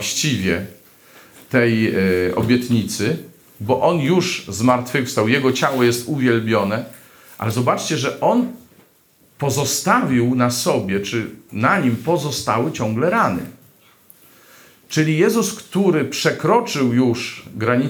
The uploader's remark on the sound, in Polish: Tym razem nagranie pochodzi z eucharystii, sprawowanej dziś w Bojanie.